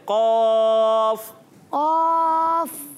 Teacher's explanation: بغیر ہونٹ گول کیے پر کر کے